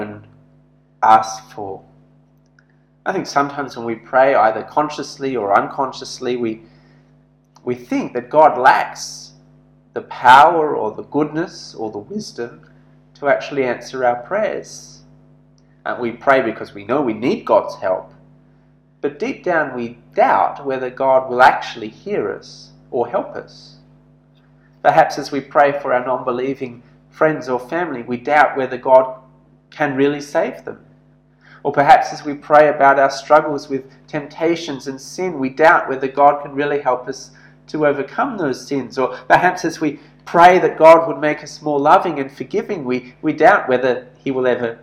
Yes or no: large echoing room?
yes